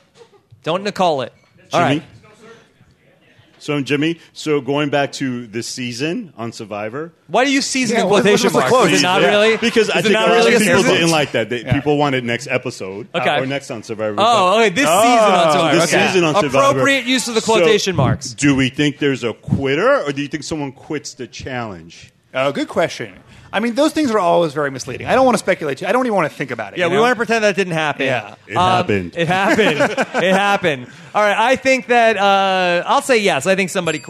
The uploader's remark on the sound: LIVE from the Gotham Comedy Club in Manhattan